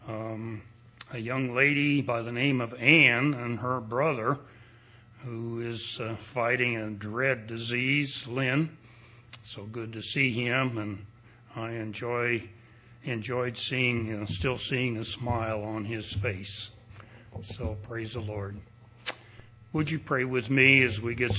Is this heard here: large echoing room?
yes